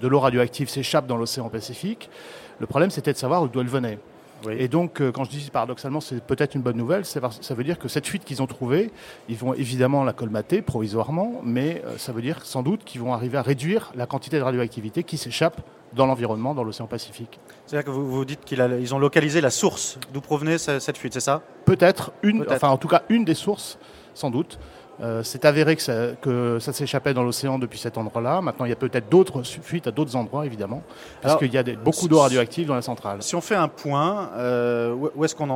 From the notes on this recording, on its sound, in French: Enregistrée lors du salon planète durable en Avril 2011.